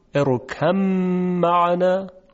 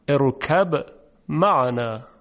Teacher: هم می توانیم ادغام کنیم ارکم معنا، و هم میتوان به اظهار خوند اروکب معنا، یعنی اظهار میکنیم اروکب معنا، به اظهار خونده میشه در واقع.